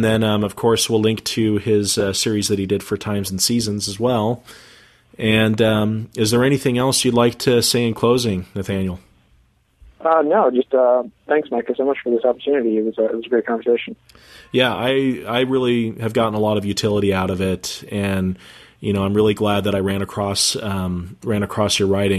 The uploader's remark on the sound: We apologize in advance for the audio quality from this interview. We had some Internet connection difficulties, which resulted in conducting the interview via telephone.